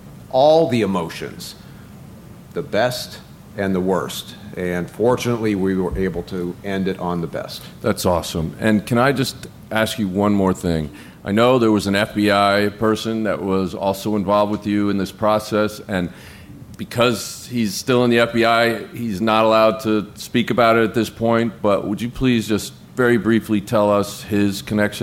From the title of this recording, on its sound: Live From CrimeCon